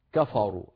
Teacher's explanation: تفخم وبعدها راء مفخمة، فإن لم ننتبه لعل القارئ يقول كفروا فبسبب مجاورة الراء المفخمة تخرج الفاء مفخمة، ولا تفخم العرب الفاء أبدا، بل لابد أن نقول كفروا